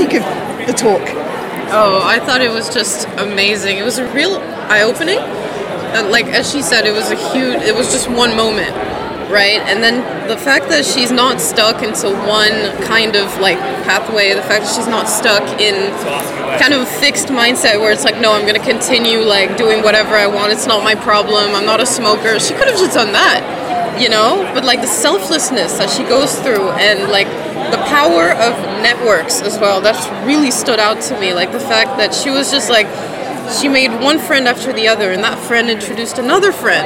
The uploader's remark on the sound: This episode was recorded on the 27 th February 2020 at the Alumni Hour hosted. MDHS, at the University of Melbourne.